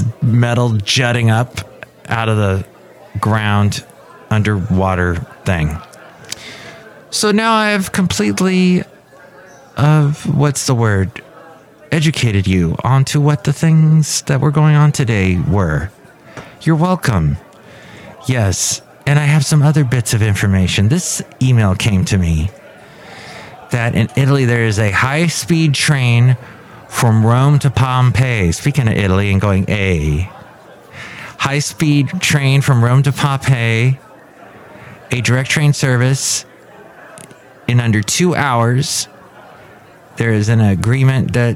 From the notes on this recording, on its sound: podcasts live from Café Anyway